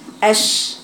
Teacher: يعني انتشار الريح وصوت الشين داخل الفم، شارو داخل الفم اش، يبقى الصوت مالي داخل الفم عند النطق بها حتى يصل الى الصفحة الداخلية للأسنان العليا اش. · Term: التفشي